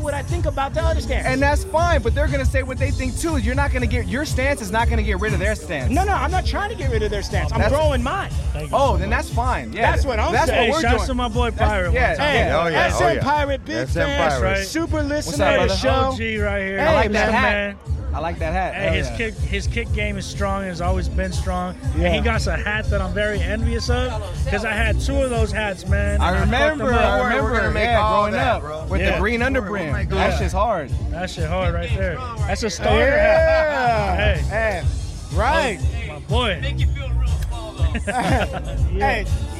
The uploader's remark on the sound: the Santa Monica Car Show recorded live